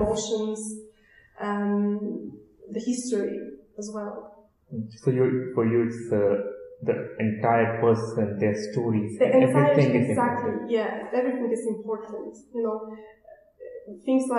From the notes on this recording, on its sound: This conversation was recorded at a MQ event in Zurich on April 25th, 2019, and also includes Q&A from audience.